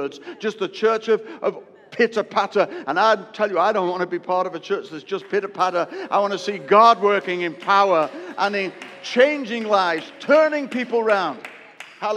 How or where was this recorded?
large echoing room